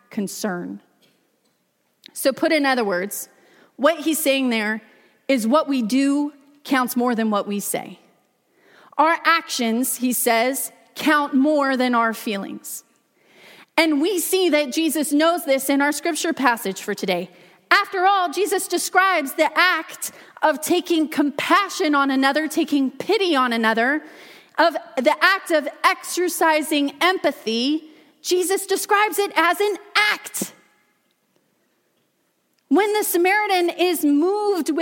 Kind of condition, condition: setting, large echoing room